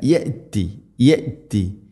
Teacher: ഹംസയുടെ ഉച്ചാരണം വളരെ നേരിയ തോതിൽ, കൽക്കല ചെയ്യരുത്, എന്നാൽ തീരെ കേൾക്കാതിരിക്കുകയും ചെയ്യരുത്.